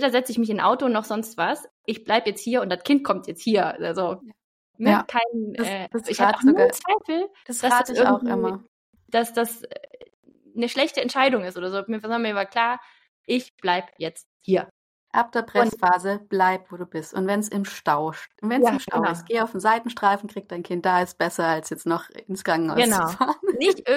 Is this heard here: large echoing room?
no